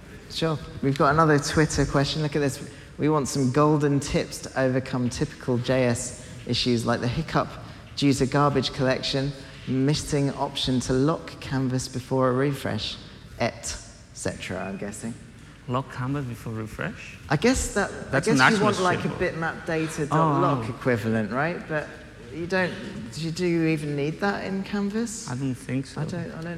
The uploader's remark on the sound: Live from FITC Amsterdam. Live on stage at FITC Amsterdam.